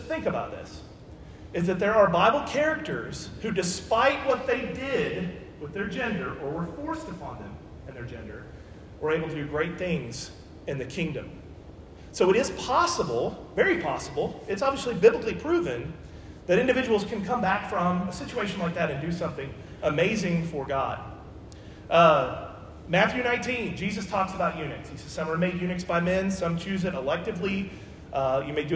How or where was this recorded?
large echoing room